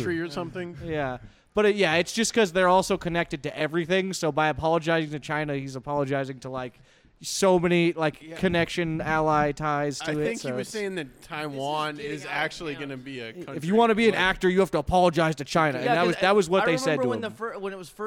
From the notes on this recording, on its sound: Back at it again Live from the Off The Deep End headquarters -none other than House of Bards! For our Comedy Open Mic night here in Tucson Arizona!